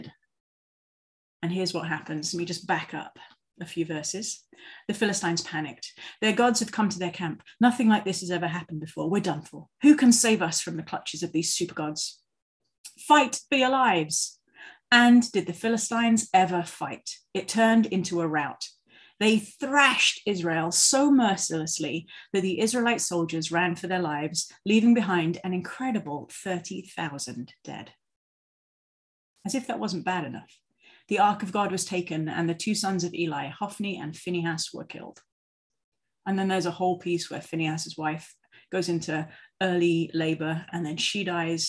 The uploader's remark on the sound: For this zoom service